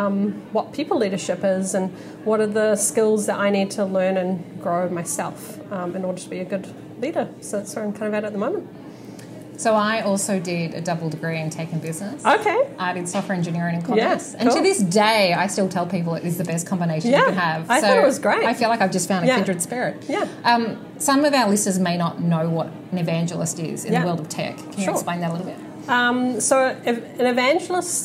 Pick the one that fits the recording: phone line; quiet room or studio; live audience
live audience